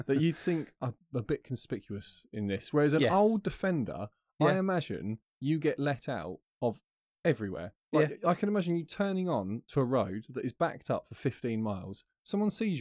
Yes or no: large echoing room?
no